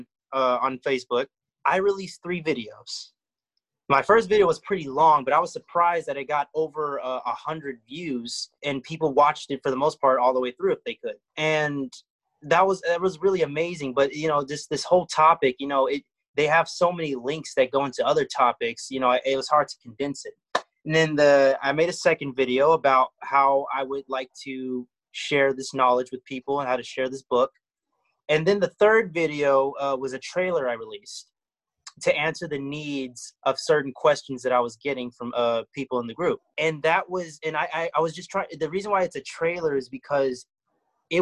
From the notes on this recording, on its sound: This podcast was recorded via zoom.